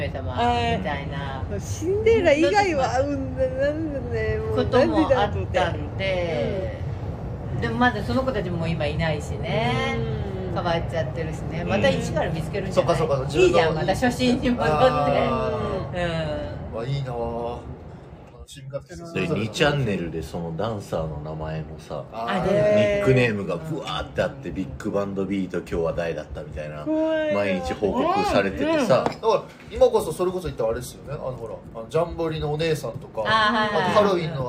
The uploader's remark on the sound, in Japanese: まんぷく食堂からゲリラライブ